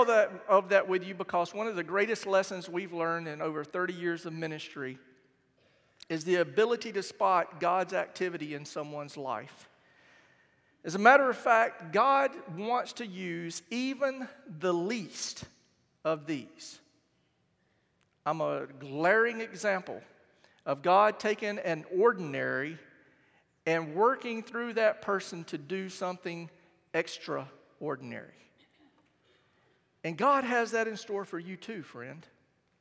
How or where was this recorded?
large echoing room